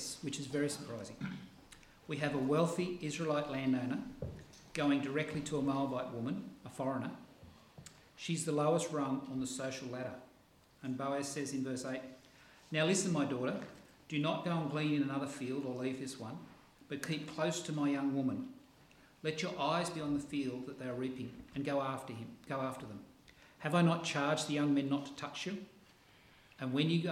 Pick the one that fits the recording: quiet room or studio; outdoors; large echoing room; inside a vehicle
large echoing room